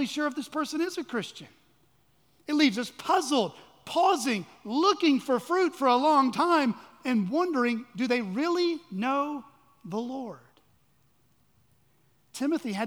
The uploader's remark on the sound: at Chaffee Crossing Baptist Church in Barling, AR.